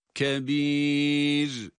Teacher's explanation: Ra sakin, kendinden önceki hareke dikkate alınıyor. Burada kebir kelimesindeki esre sebebiyle duruş halindeki ra'yı ince okuyoruz